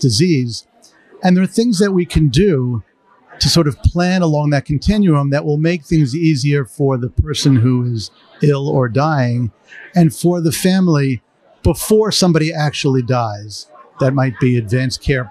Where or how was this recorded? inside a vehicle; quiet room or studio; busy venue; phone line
busy venue